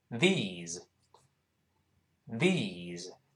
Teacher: my arms. Look 就是看注意发音不要读 look，好多人容易把这个像字母 U 一样，小写字母 U 一样这个音标，元音读成乌，像汉语拼音一样读成 look，这个不对，不是乌，要把嘴撅圆，然后嘴唇儿再打开，像个喇叭花儿一样，呃，再来一遍，呃，所以是 look，不是 look，呃，look，这么一个声音。跟后面那个 at 自然就连读成 lookat，look at 这么一个发音。然后后面那个这些呢，T H E S E 发长音，E，后面再发浊辅音 Z